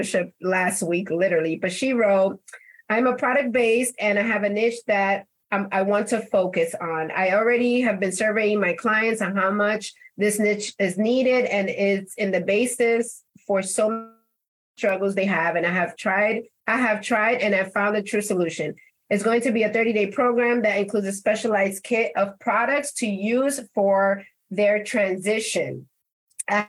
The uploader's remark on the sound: This episode was created from a live Q&A inside of the Simple Operations Facebook community